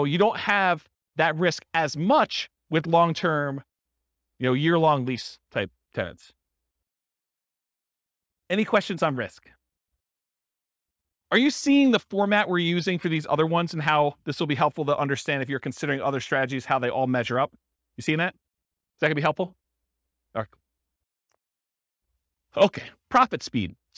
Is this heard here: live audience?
yes